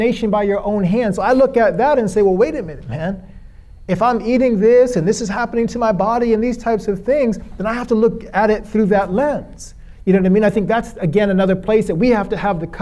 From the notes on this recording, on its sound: This episode was recorded during Ibrahim Center’s 8th year anniversary service.